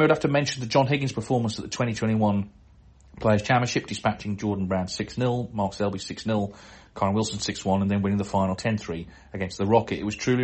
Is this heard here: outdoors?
no